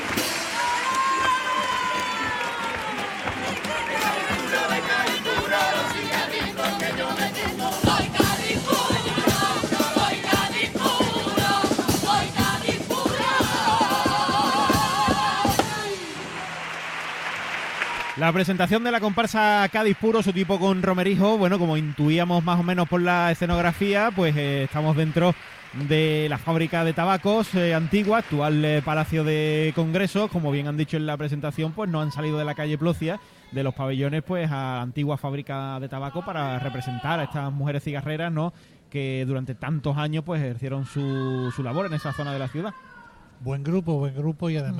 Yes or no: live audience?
yes